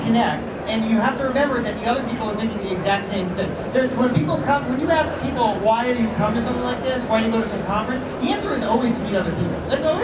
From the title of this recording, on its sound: A Fireside Chat With Samsung NEXT at CES 2017